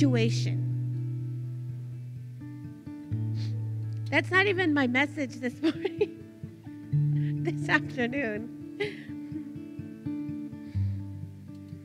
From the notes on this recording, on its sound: Recorded live from the Eagles Arise Gathering In Stryker, Ohio